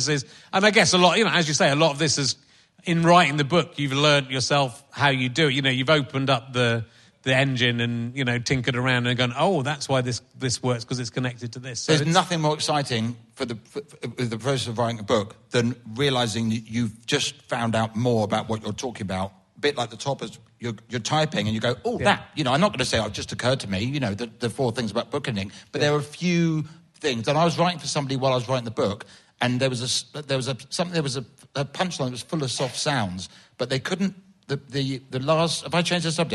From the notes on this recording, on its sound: Another book club in front of an audience - this one coming from Aldershot.